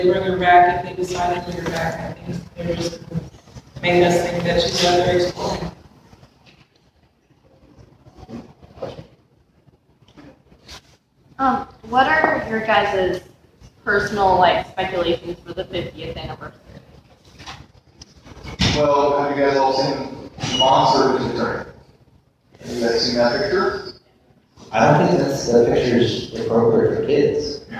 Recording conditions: poor sound quality